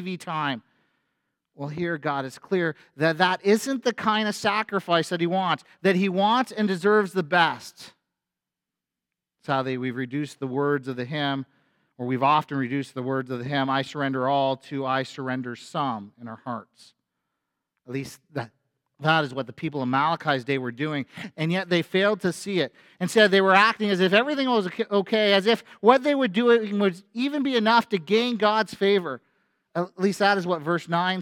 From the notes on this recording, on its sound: A sermon at FBC Church in Cobourg,